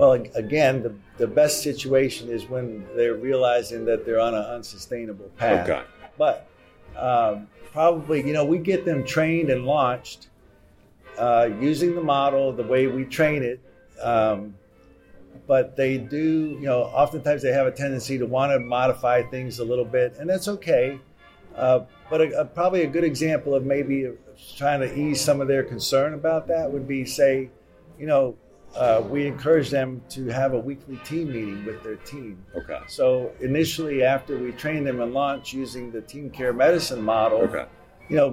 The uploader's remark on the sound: MGMA's Live From Orlando podcast series. Outside of the exhibit hall floor in Orlando while attending MGMA's Financial and Operations Conference.